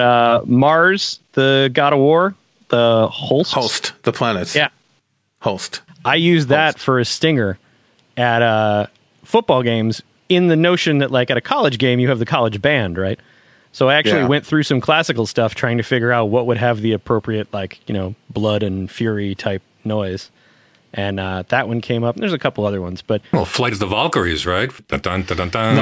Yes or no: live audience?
no